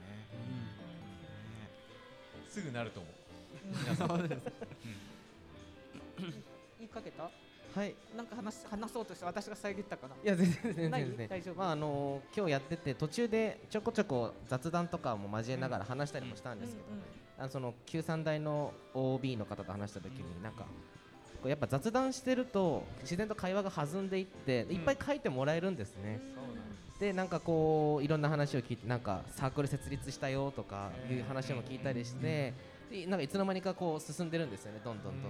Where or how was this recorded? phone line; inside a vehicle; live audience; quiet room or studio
live audience